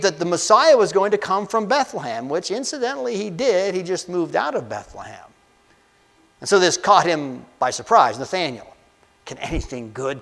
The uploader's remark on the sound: A message I delivered on Jan 14, 2024 at Amity UCC in Meyersdale, PA.